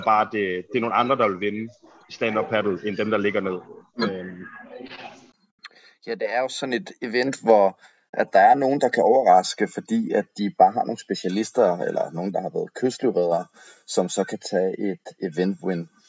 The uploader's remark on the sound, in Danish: Lyden efterlader desværre meget at ønske sig, og har sjældent set dårligere dage. Med på et opkald fra Madison, Wisconsin.